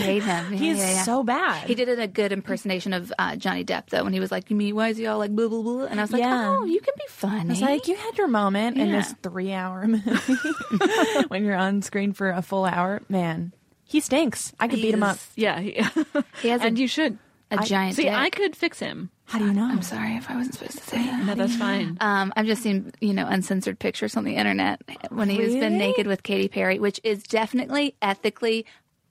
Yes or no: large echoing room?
no